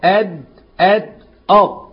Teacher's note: طرف اللسان وأصل الثنايا العليا أو الثنيتين العليتين دال وطاء ودال